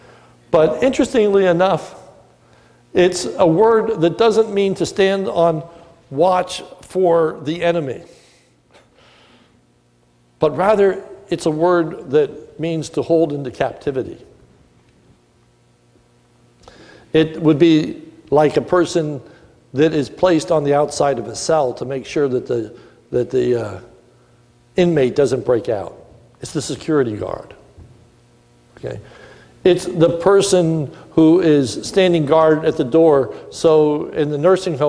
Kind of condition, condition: setting, large echoing room